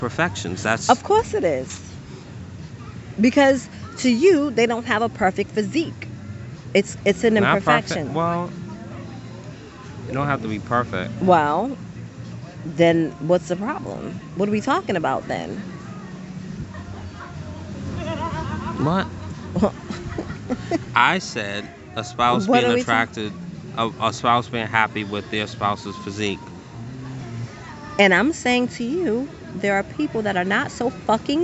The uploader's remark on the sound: on location poolside in Punta Cana